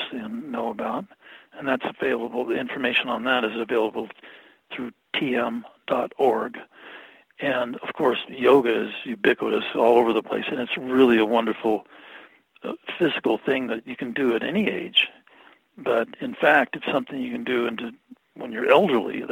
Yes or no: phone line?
yes